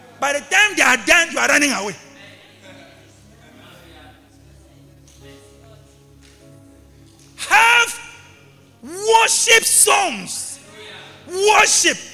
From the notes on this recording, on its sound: LIVE AT ABC KHALANYONI.